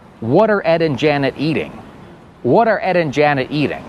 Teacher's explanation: Ale tak naturalnie byśmy złączyli te wszystkie słowa razem. · Term: linking words